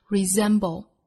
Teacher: 一个是字母 s 读浊音，一个是最末尾的舌侧音不能丢